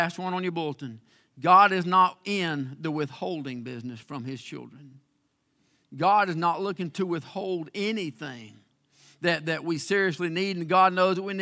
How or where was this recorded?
large echoing room